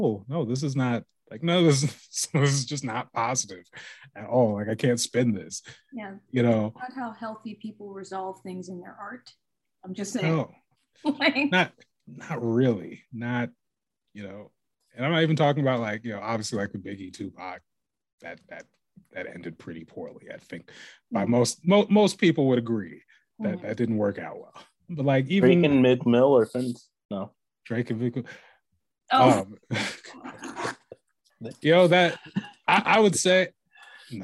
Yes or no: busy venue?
no